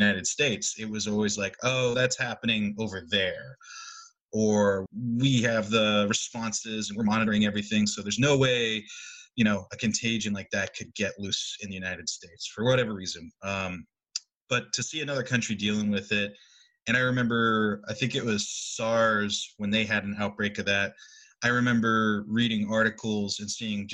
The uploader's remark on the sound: They spoke over Zoom